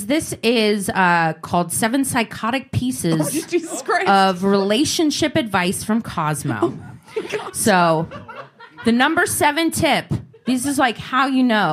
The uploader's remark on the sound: We've chosen to release the audio from our live show at the Dynasty Typewriter in Los Angeles.